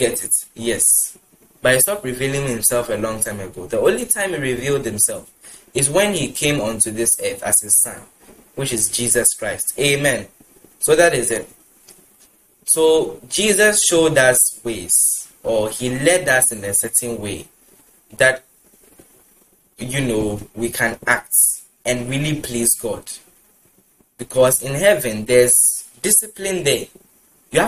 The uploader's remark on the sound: Preached at The Anointed Lovers Of the Saints (ALOS) Church Service, LIVE at the Love Arena Church, Accra - Ghana.